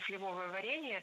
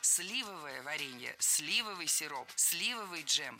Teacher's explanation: Сливовое варенье – это ошибка. Ударение в нашем прилагательном должно падать на первый слог. · Shown in: second take